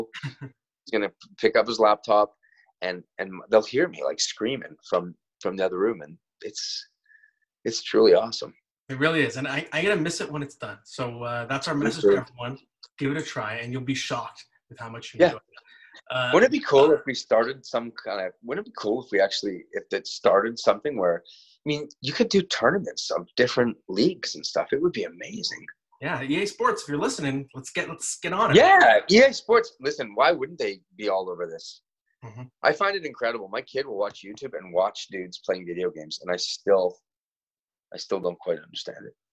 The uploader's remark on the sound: Joins the Zoom version of the podcast.